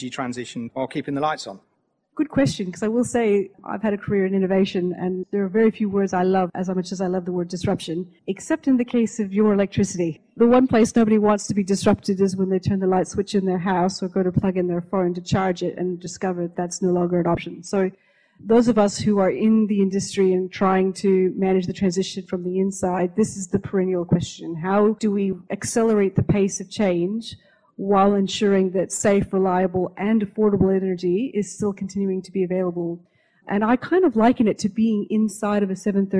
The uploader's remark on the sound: Clean Energy (Live!). This episode is an edited version of a panel recorded as part of Curtin University’s annual Research Rumble event, which showcases university research and innovation.